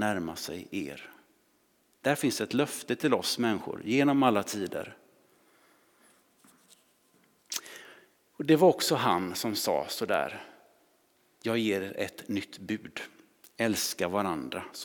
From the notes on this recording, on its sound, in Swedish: Inspelning från Immanuelskyrkan Skövde.